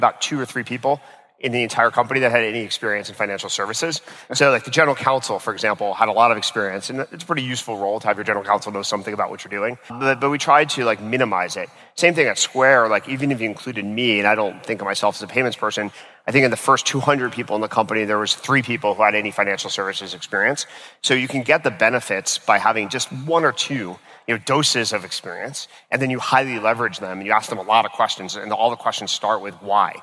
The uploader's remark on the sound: This episode was recorded at Saastr Annual 2016